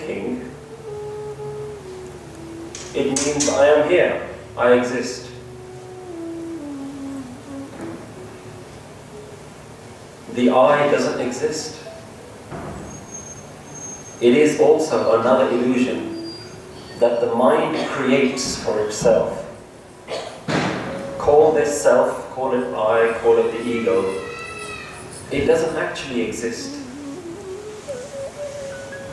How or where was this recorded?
large echoing room